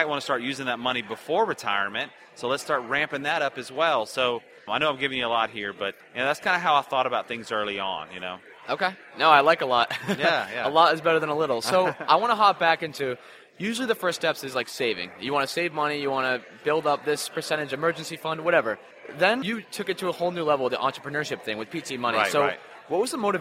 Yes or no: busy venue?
yes